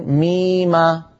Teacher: روى لنا الأئمة كلهم بالقراءات العشر كلها ميم الله، يحركون الميم بالفتح · Term: التحريك بالفتح